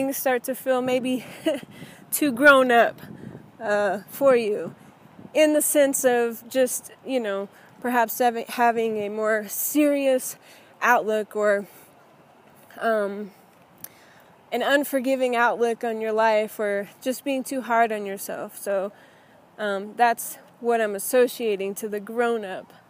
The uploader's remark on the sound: In this impromptu episode, as I was walking on my way to yoga